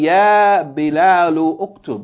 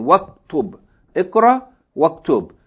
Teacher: If you wanted to say Ikra Waktub, you don't say Ikra Wa Uktub. But you join the waw with fatha to the kaf · Shown in: second take · Term: Hamza Tawassul